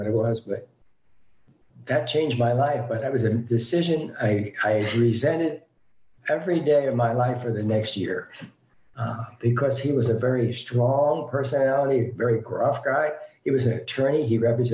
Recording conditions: video call